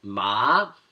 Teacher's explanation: The second tone goes up, so you're increasing the pitch.